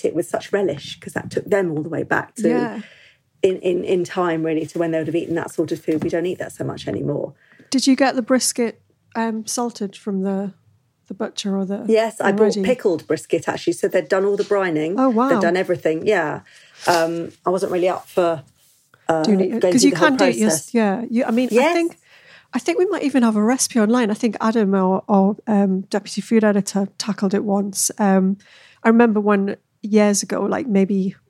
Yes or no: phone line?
no